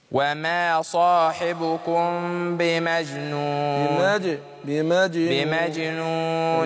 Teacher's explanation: ميم ساكنة بعدها الباء بنخفي الميم عند الباء